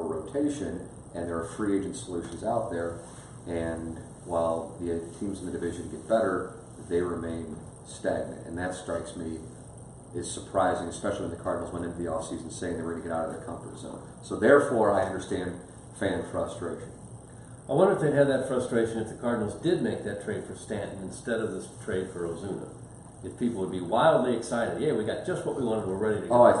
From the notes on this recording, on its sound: Live From Spring Training